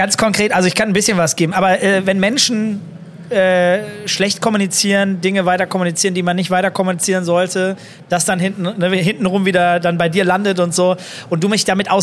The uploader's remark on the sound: Live at IEM